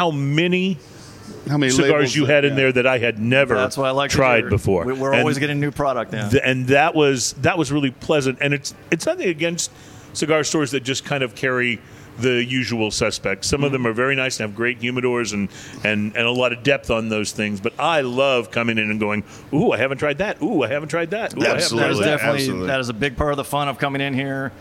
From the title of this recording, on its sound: On Location At Cigars International!